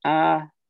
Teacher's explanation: one of the tones in Mandarin is ah, you know, like a high, pure, flat tone